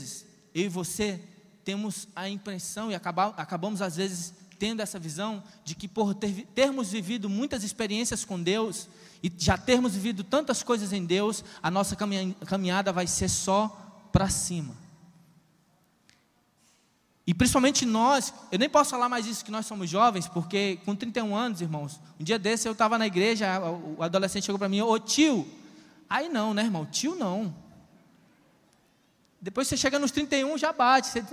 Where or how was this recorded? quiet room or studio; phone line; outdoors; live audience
live audience